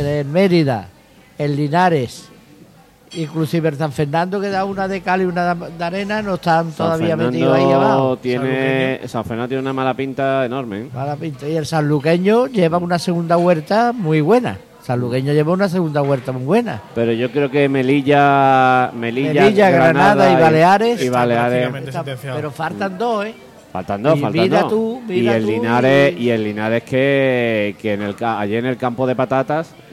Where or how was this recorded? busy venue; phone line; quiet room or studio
busy venue